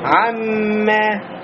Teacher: Нун входит в мим. Мим удваивается и появляется гунна.